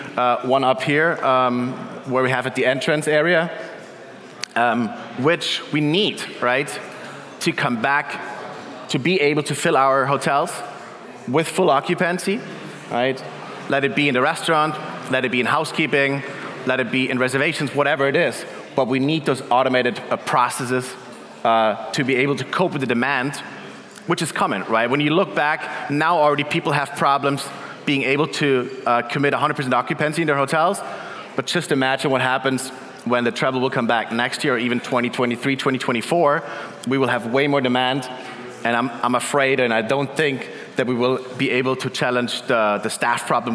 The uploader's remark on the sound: In this keynote at our CoCoCoCo Main Stage, powered by Duetto.